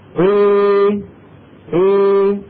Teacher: طيب أنا أستطيع أن أفتح فمي نصف فتحة وأن أخفض فكي وأعمل مخرج الياء نصف إعمال في آن واحد، فينتج عن هذا العمل الخليط، الخليطي خليط بمعنى مخلوط، صوت فيه شيء من الألف وفيه شيء من الياء. هذا الصوت الناتج تسميه العرب الألف الممالة، الألف الممالة.